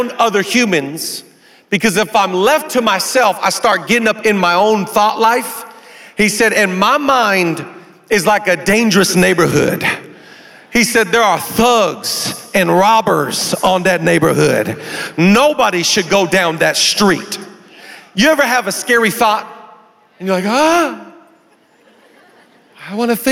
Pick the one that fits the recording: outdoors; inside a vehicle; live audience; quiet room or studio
live audience